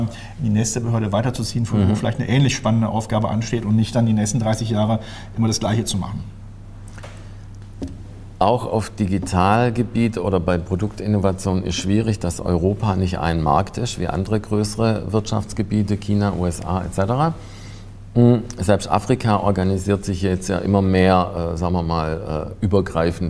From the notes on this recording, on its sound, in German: Politik live aus der Ständigen Vertretung StäV Berlin